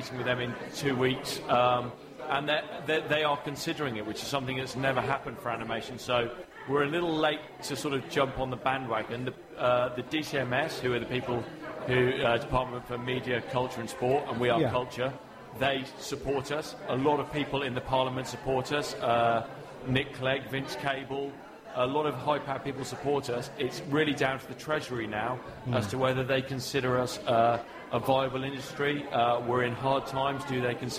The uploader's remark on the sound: Animex 2012 saw our very first live recording of The Geek Show. This download version saw us interview some amazing people live on the show.